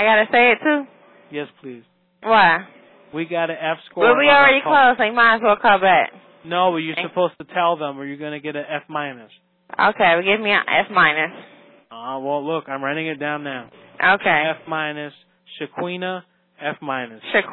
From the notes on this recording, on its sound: Prank Phone Calls